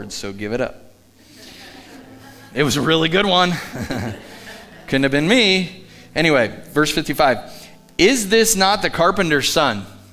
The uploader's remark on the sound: Live from The Summit Church in Dover, OH